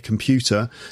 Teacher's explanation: there's an R at the end, but you don't hear me say it